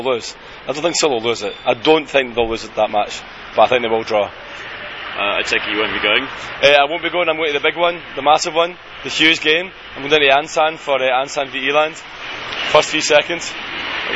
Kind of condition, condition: setting, outdoors